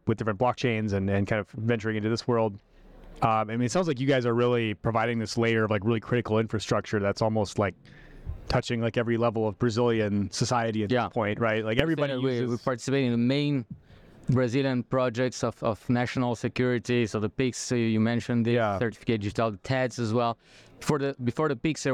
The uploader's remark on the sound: recorded onsite at Blockchain Rio in September